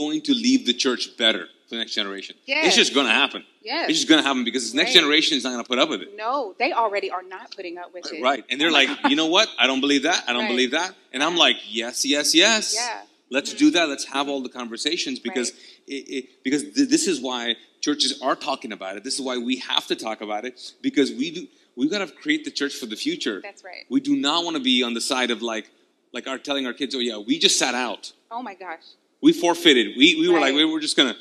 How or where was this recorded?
large echoing room